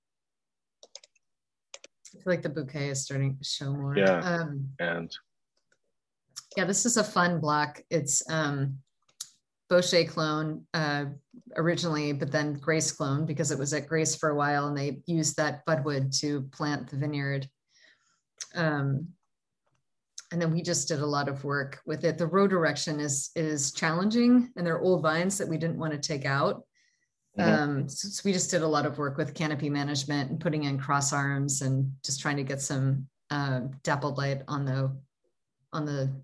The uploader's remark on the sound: In this Zoom session.